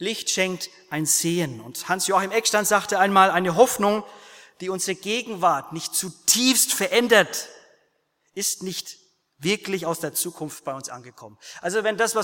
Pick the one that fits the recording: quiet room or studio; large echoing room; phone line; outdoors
large echoing room